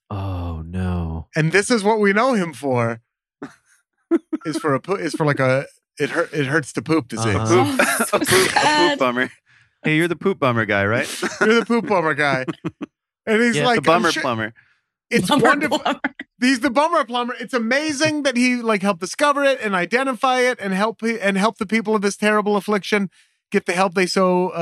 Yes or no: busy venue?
no